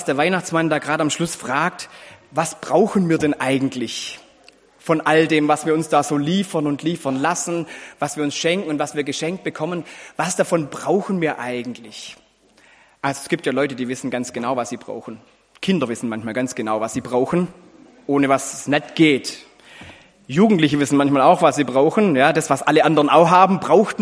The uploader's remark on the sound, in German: Predigt mit Anspiel im Gottesdienst an Heiligabend.